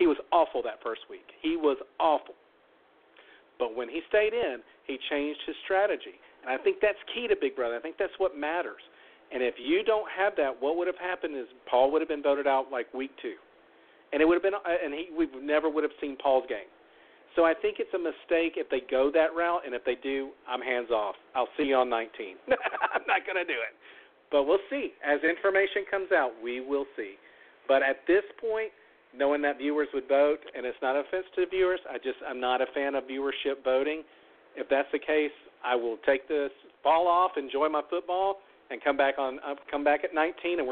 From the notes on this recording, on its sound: LIVE CALL IN! Tonight we open up the phone lines to anyone who wants to give their feelings on the season, the winners, or the jury.